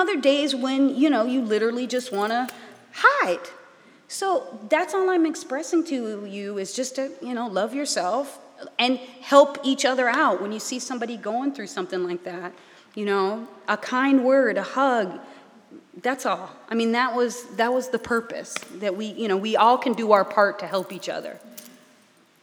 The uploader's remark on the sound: Q&A Discussion Circle w/the Imam. Answers questions from the congregation. The congregation also offers their own insights and solutions.